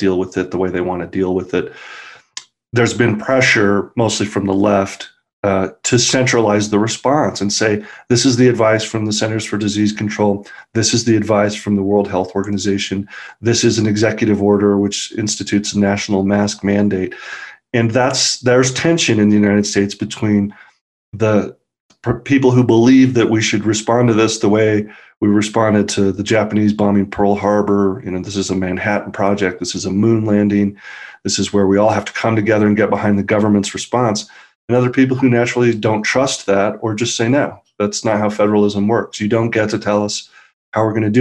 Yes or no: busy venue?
no